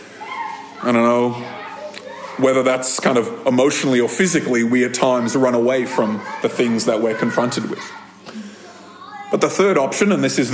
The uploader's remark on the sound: This episode of Thrive Community podcast was recorded at a Thrive Community gathering on 21st January 2023.